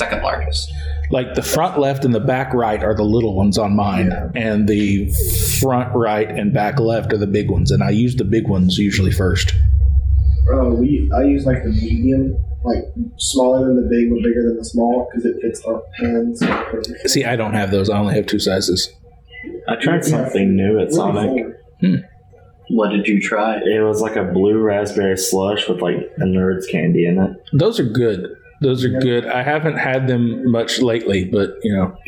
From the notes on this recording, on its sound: AUDIO ISSUES. Had some soundboard issues (don't leave your podcast equipment unattended around kids that aren't in the podcast class). The audio quality is pretty bad.